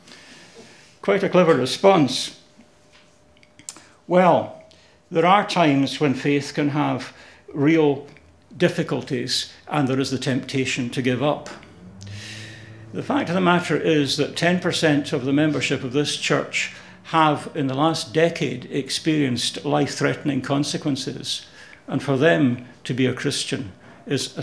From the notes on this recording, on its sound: Audio podcast of morning service